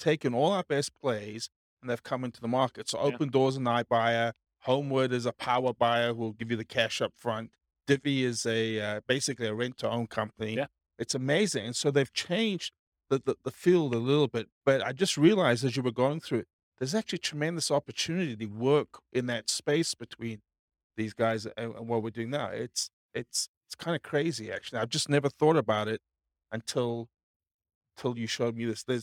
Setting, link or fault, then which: setting, live audience